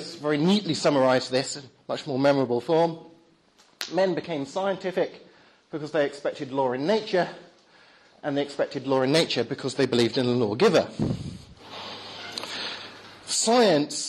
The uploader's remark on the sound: Talk at the Reasonable Faith? Course, Highfield Church, Southampton, October 2010.